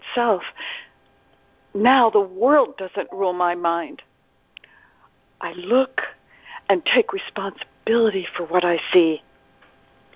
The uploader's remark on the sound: ACIM Daily TEXT Conference Call